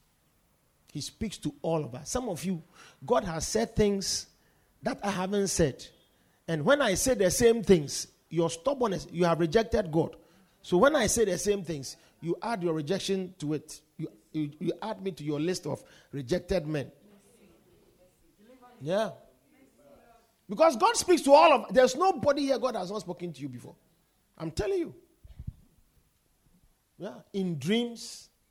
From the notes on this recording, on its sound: Preached At The Victory Secrets Service